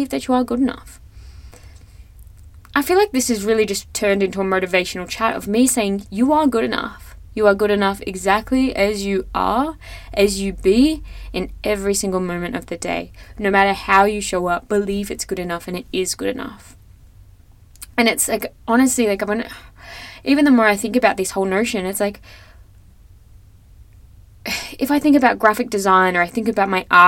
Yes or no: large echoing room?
no